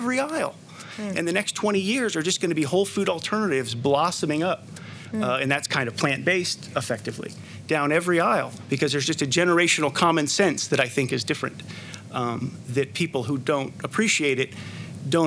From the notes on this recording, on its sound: This talk was recorded on the Eat Drink Vegan stage at Vevolution Festival 2018